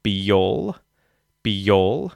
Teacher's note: And then linking them, be-y-all, because there's two vowels there, we're using a y sound.